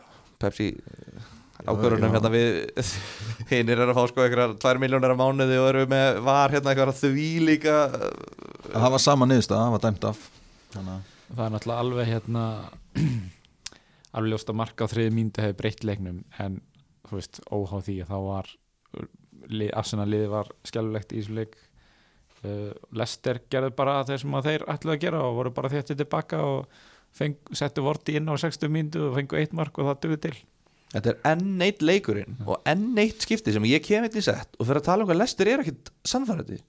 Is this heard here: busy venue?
no